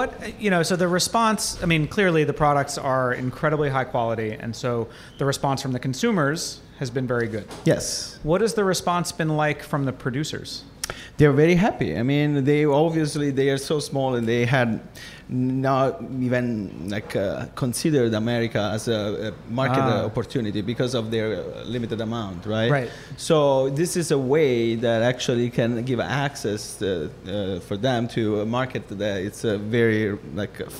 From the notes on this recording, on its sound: At Ends Meat in Industry city for a LIVE Feast Yr Ears.